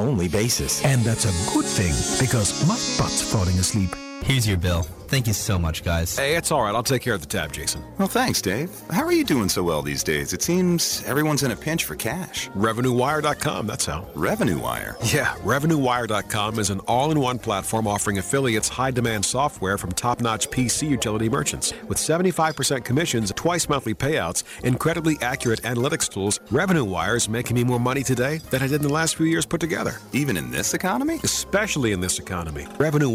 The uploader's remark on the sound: Live from SES New York 09